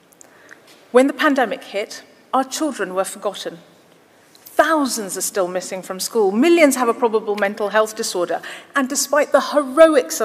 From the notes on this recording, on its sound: Speech to Conference. Speech in Bournemouth.